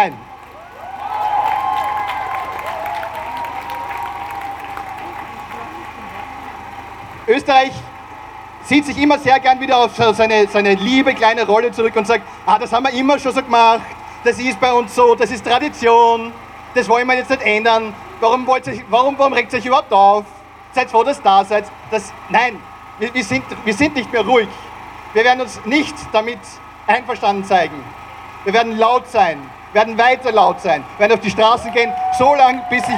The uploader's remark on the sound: O-Ton Black-Lives-Still-Matter-Demo. In Wien.